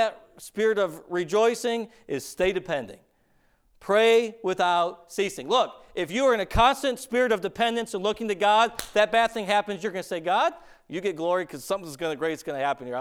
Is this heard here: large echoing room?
yes